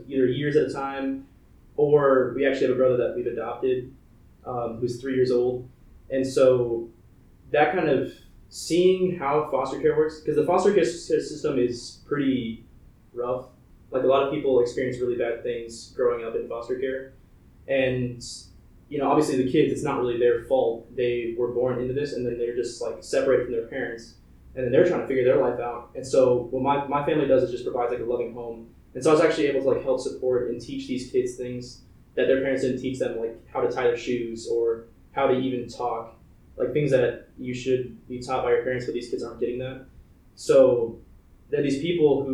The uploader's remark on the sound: We apologize for any issues with the audio. There were technical difficulties while recording, but it will be fixed moving forward!